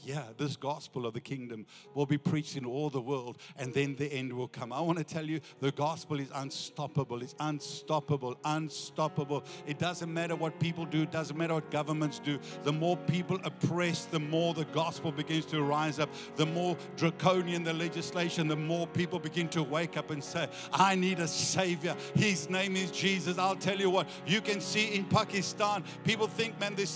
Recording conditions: large echoing room